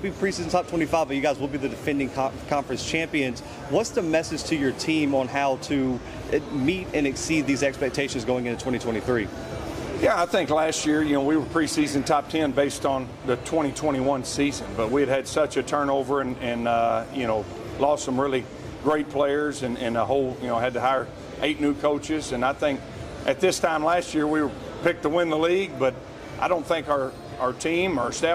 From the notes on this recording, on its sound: The Bluebloods are live from United Athletic Conference Media Day in Arlington, Texas.